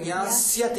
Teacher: किन्तु तत्र सकारः अस्ति मूर्धन्यषकारः तु नास्ति